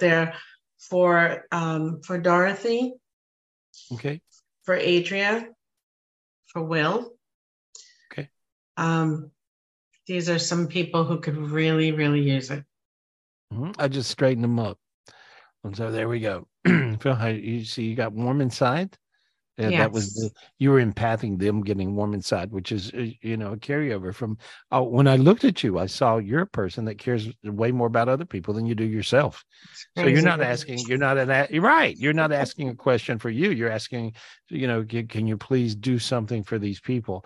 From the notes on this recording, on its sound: This was recorded LIVE on Zoom on October 21st, 2023.